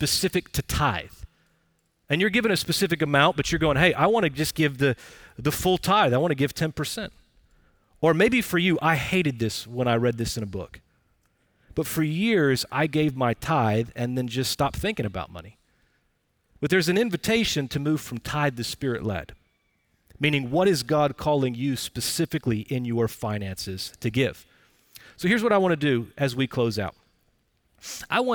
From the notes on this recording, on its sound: Recorded Live at Brookwood Church on 05.24.2023